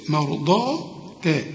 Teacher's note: الضاد هنا مفخمة مع المد لكن التاء هنا مرققة